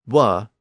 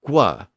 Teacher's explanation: they converted wa to gua, but they barely pronounced the G part.